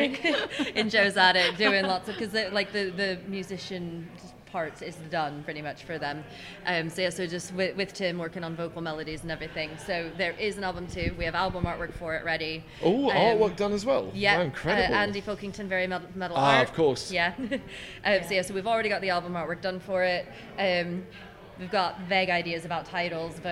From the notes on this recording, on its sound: Live From AoniaFest V. Live at the festival.